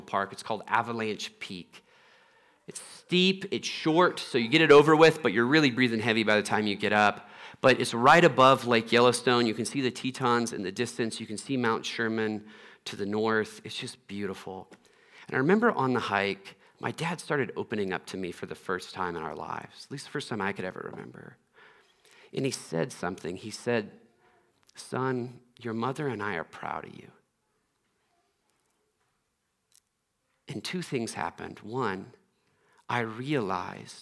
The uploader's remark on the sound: Trinity Anglican Church Littleton, CO